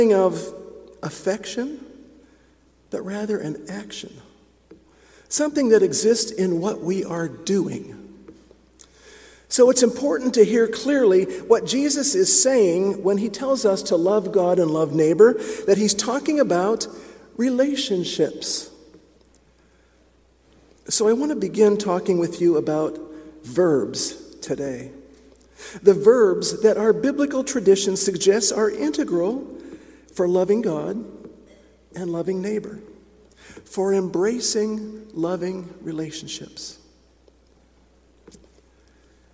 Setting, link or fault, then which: setting, large echoing room